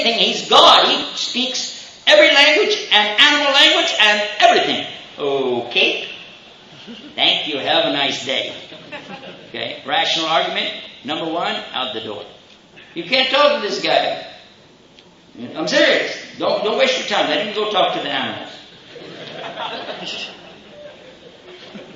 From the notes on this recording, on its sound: Questions and Answers Session following the Lecture